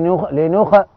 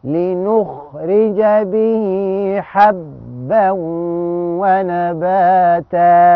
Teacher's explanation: بس خلي بالك ما تقولش لنخ، لا لا، الخاء ساكنه ومفخمه، وتعمل لها حاجه اسمها همس، يعني تجري النفس معاها · Shown in: second take